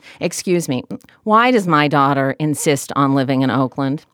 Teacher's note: It's very much a head-type like voice.